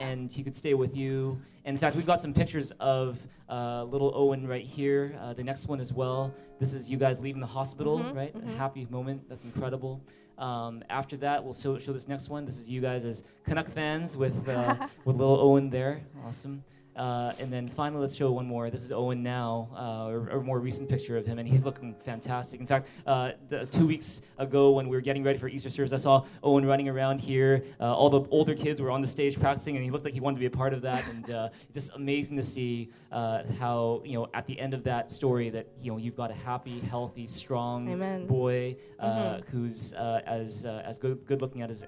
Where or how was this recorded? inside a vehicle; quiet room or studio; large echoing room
large echoing room